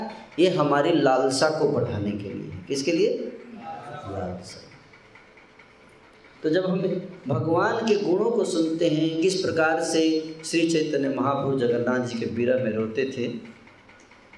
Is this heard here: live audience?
yes